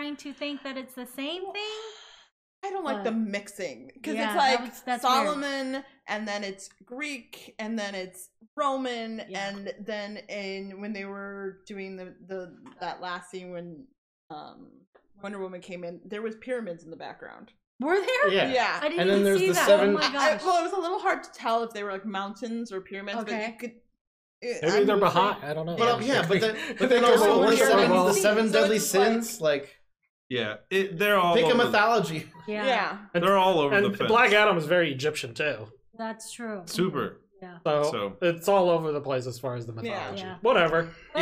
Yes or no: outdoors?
no